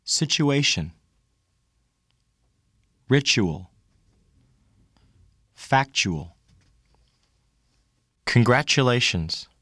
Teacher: When a word or syllable beginning with the sound U follows the sound T, a CH sound is formed.